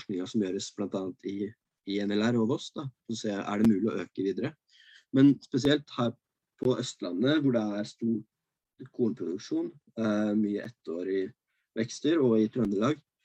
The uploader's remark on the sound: Live Zoom